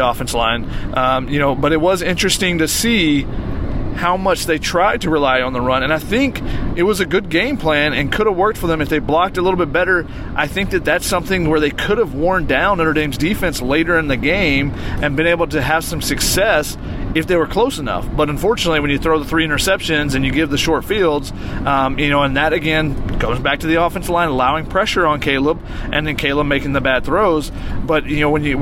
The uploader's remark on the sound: In the car on their drive back from South Bend to Chicago (at 2 in the morning). As this was literally recorded in the car driving in the middle of the night, we apologize if the audio quality isn't as high as our usually shows recorded in studio.